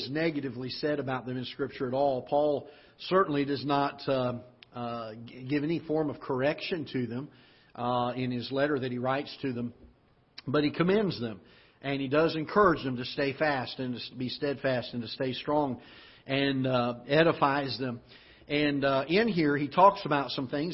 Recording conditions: large echoing room